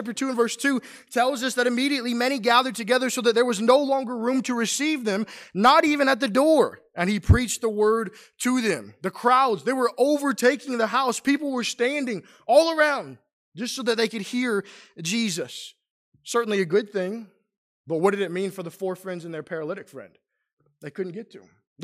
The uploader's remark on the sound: Preached during the PM worship service on at the Roanoke CofC